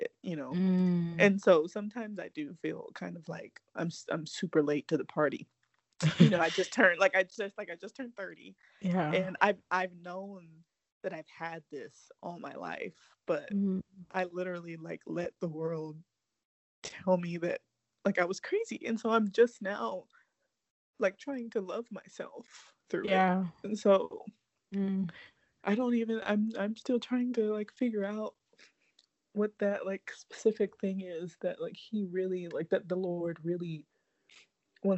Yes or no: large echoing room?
no